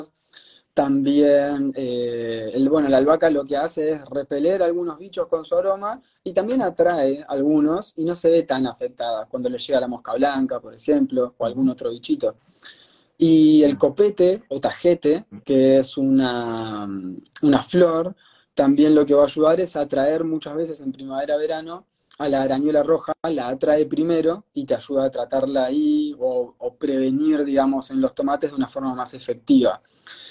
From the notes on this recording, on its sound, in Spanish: Audio de la charla en vivo por Instagram